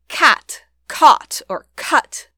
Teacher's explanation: In words where the K sound was before a back vowel, A, O, or U, the sounds stay the same.